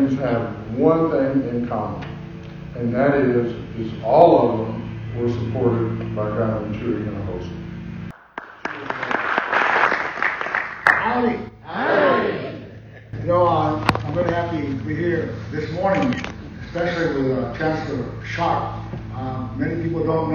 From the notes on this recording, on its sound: Highlights from the Texas A&M news conference in McAllen. The address of the Texas A&M University Higher Education Center at McAllen is 6200 Tres Lagos Blvd., McAllen. Here is an audio highlights package from the news conference.